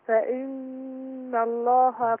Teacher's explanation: النون هنا مشددة، تاخد غنى حركتين